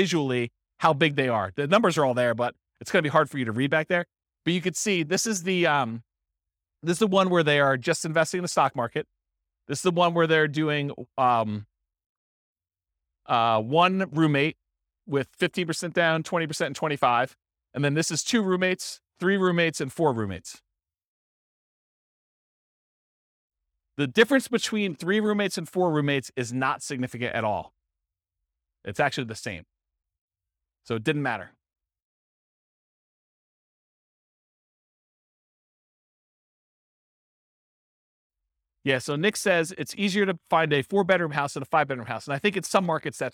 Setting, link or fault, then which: setting, live audience